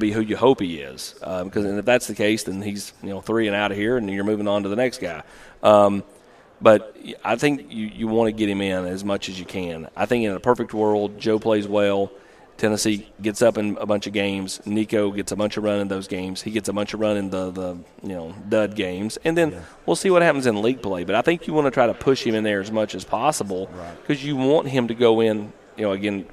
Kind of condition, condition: setting, busy venue